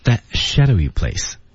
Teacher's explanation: That 失去爆破啊，that shadowy place 啊，最后一个字母 t 不发音